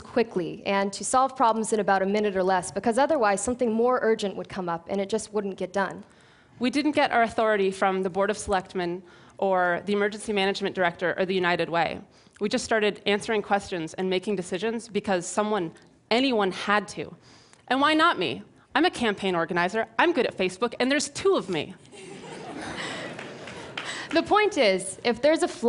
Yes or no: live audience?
yes